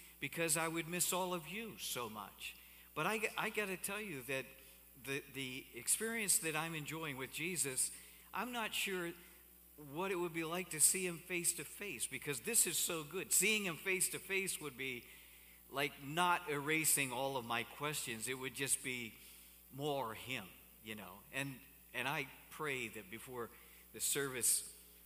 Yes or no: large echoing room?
yes